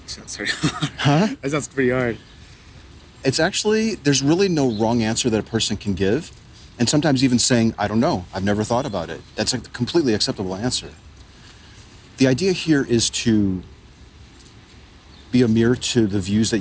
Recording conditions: phone or laptop microphone